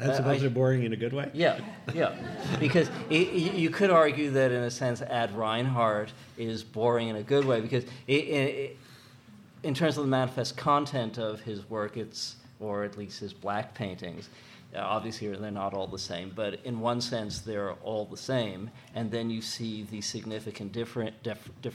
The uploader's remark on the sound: February 8, 2008 at the National Academy Museum and School of Fine Arts, New York